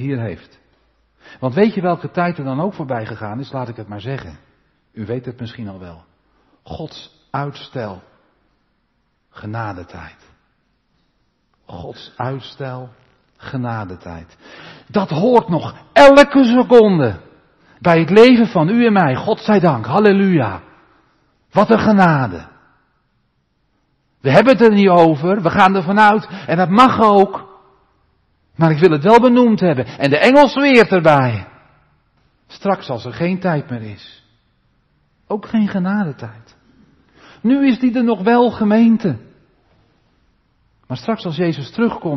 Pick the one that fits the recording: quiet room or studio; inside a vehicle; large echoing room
large echoing room